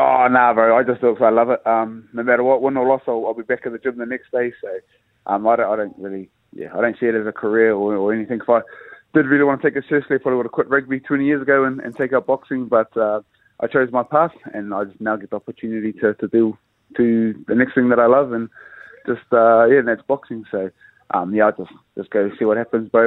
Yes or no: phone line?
yes